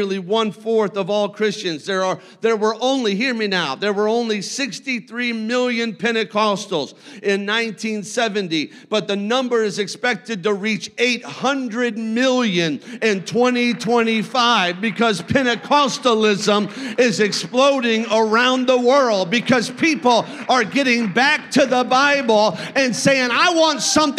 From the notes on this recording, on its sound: a service recording from Connect Point UPC